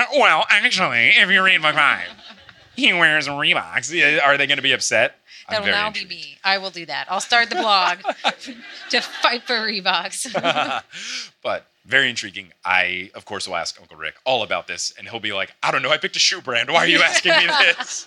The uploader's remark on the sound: LIVE in Berlin! Recorded in front of a packed out.